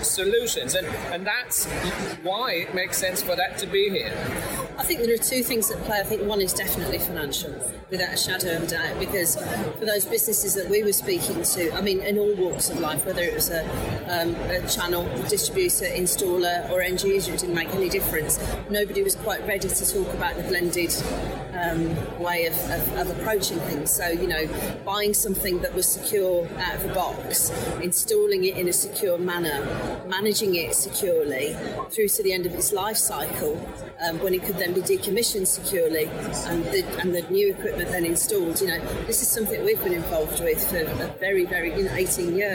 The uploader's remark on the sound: Live from The Security Event | Birmingham. This week we’ve been out in the wild where we recorded the show live from The Security Event, a physical event held in Birmingham, UK. Interviews recorded on location.